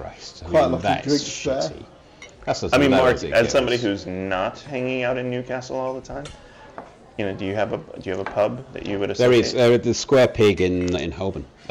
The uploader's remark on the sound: We join them in a breakout at PI Live.